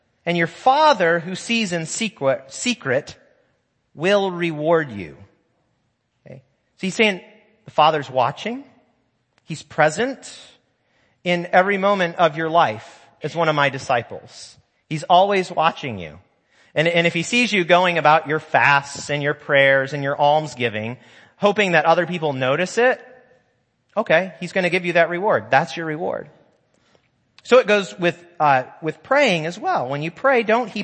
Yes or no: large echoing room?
yes